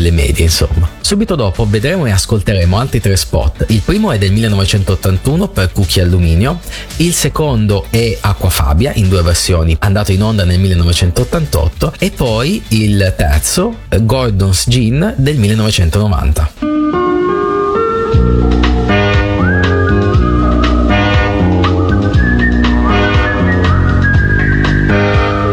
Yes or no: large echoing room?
no